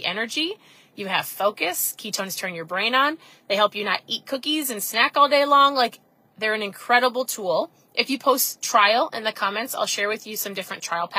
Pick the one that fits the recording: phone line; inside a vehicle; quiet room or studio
inside a vehicle